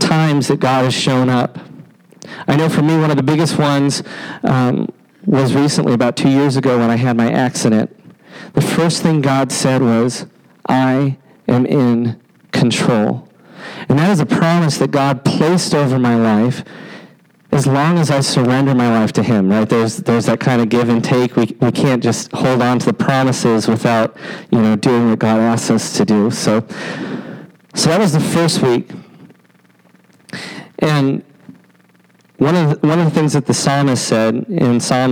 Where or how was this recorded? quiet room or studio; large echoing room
large echoing room